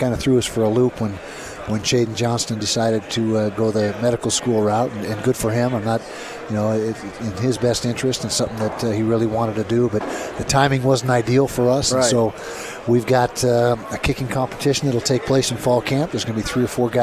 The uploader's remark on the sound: Live from Pac-12 Media Day.